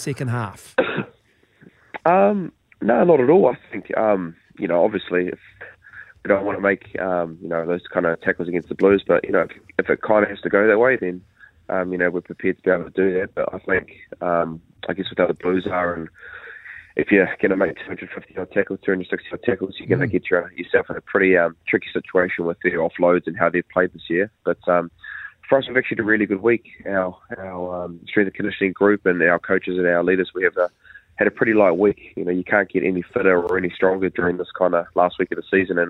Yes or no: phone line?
yes